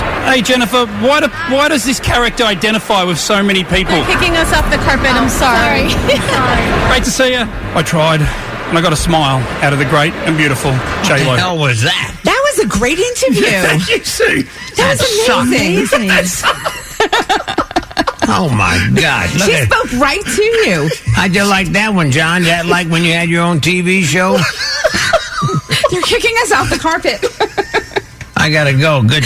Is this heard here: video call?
no